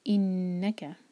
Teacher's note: نون پر غنہ، نون پر شدہ ہے، نون کو ہولڈ کریں گے اور ایک حرکہ لمبا کریں گے. انکا اور کا ایک حرکہ.